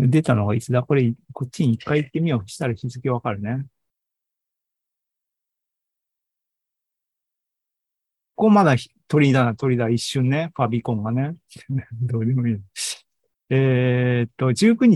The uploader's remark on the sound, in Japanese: ２０２３年７月２９日に開催した ZOOMライブの模様です